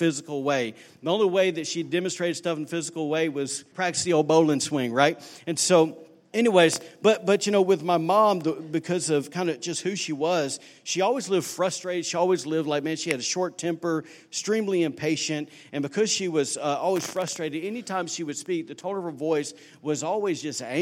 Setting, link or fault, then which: setting, large echoing room